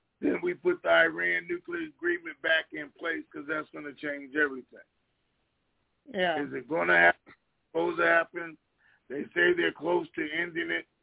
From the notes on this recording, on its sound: TNTSuperfantastic Conference Call